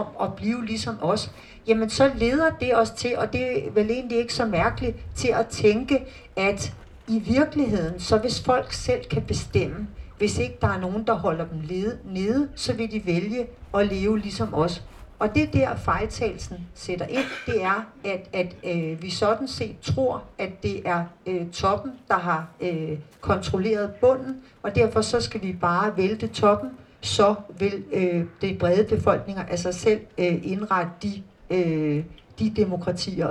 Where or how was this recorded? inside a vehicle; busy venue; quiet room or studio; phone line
busy venue